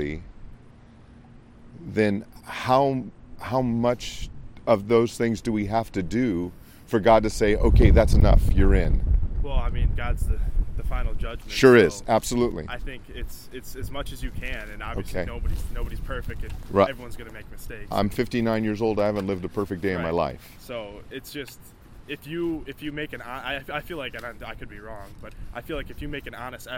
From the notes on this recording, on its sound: It was a very windy day. Please be patient with a little bit of wind noise. Ministered on the campus of Michigan State University.